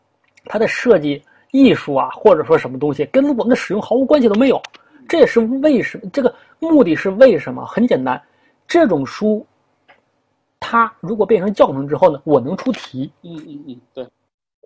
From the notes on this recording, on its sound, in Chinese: 首次线上活动, 用 zoom 会议室组织自在的主题讨论。